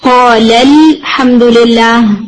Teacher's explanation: اسی طرح سے اگر ورڈ قولا ہو، یعنی دو لوگوں نے کہا الحمدللہ، تو ملا کے پڑھنے میں آپ الف ڈلیٹ کر دیں گے اور آپ کہیں گے قول الحمدللہ، ٹھیک ہے.